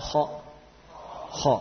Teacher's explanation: Jadi bedakan antara حَ dan خَ ya. Makhrajnya harus tepat ya. Yaitu di ujung tenggorokan.